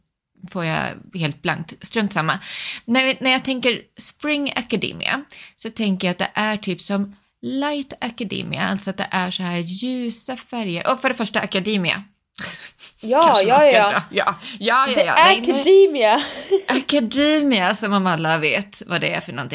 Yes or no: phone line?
no